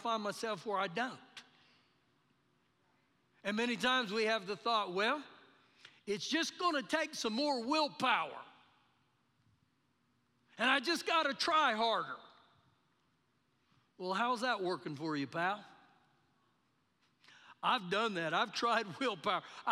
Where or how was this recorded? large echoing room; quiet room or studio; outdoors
large echoing room